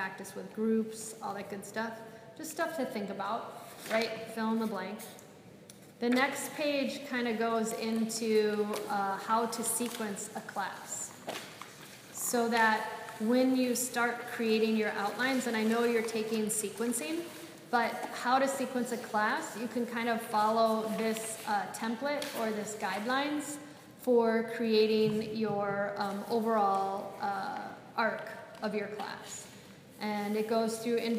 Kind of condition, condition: setting, live audience